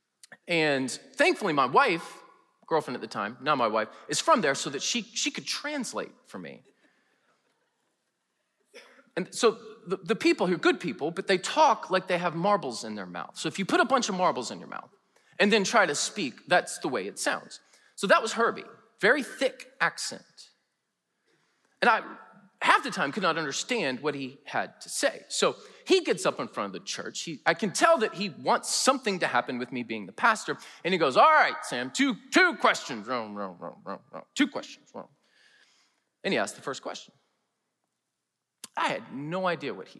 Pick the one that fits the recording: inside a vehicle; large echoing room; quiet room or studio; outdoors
large echoing room